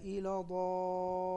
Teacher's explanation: المد لازم ما يقلش وما يزيدش، هم ستة